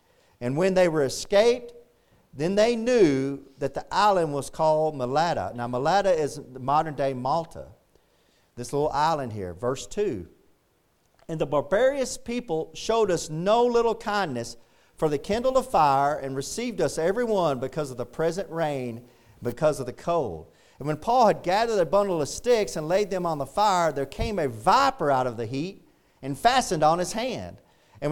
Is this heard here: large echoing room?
yes